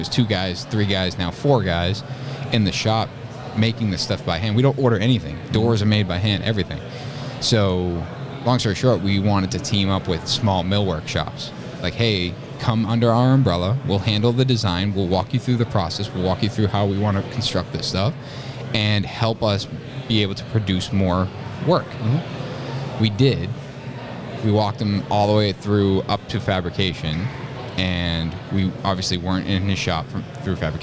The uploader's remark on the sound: LIVE from Buildertrend University